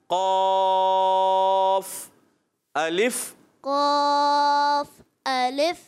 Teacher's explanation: بغیر ہونٹ گول کیے آپ نے موٹا بھی کرنا ہے